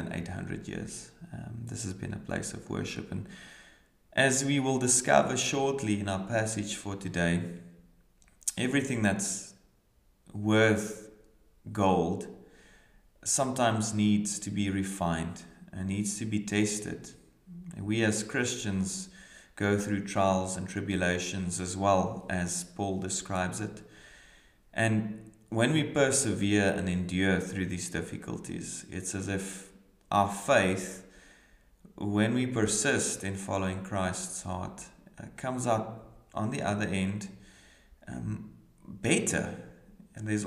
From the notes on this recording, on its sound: brings today's reflection from Kirkliston Parish Church, Scotland